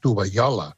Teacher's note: aquesta doble L, aquesta palatal, és un fonema que s'està perdent, que passa a ser una I, no? Aquest fenomen que és molt freqüent amb dialectes del català, per exemple, jo que sé, a Sant Celoni diuen tovallola.